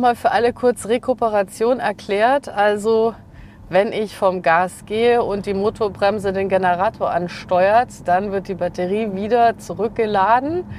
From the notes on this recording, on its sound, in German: Auf einer Live-Audiofahrt mit dem Mitsubishi ASX. Unterwegs trifft sie auch andere Reisende und fragt nach den aktuellen Mobilitätspräferenzen in Deutschland.